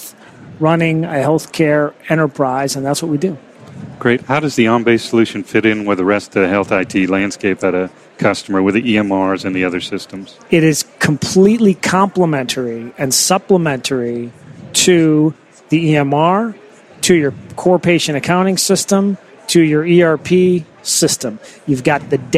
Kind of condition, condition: setting, busy venue